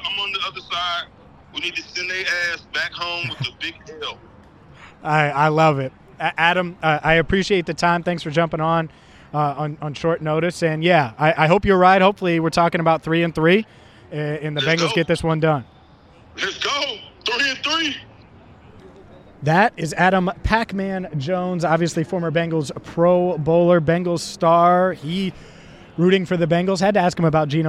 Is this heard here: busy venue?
yes